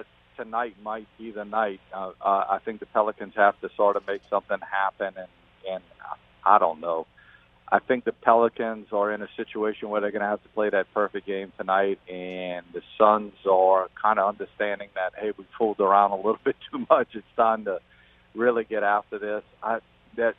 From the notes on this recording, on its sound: We are joined on the phone lines by South Terrebonne baseball coach.